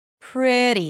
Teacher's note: Then the T sounds like a D. · Term: flap T · IPA: ˈprɪɾi